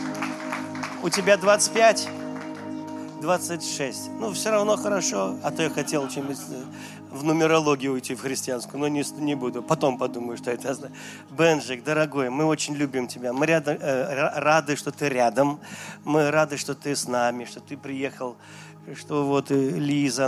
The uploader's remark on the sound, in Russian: Запись с утреннего служения, ежегодной молодёжной конференции "Открытое Небо 2022.